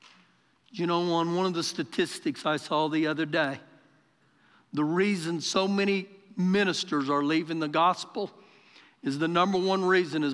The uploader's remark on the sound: Recorded live during our Sunday morning service